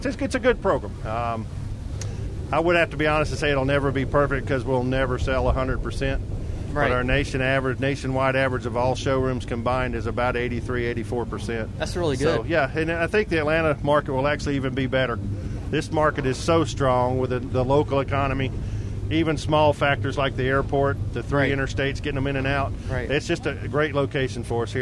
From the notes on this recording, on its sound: LIVE from Caffeine and Octane with Gateway Classic Cars.